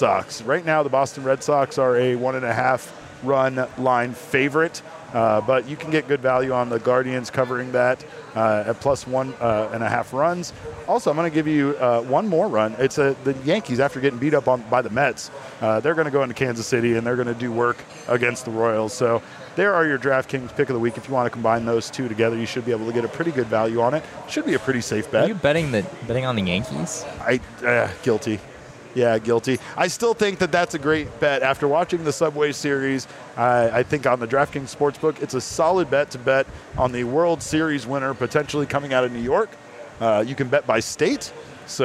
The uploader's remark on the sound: live from Four Peaks Brewing Company